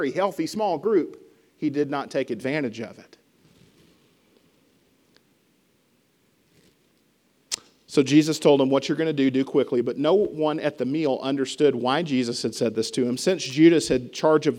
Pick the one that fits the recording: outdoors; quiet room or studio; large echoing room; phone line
large echoing room